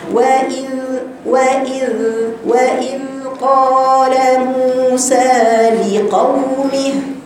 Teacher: الذال حرف رقيق به رخاوة، مخرجه طرف لسانك مع أصول الثنايا العليا. نقع الخطأ خطأ ثالث اني بقفل عليه بقى بالثنايا، الثنايا العليا والثنايا السفلى، فيتكتم صوته مع انه حرف بيجري صوته.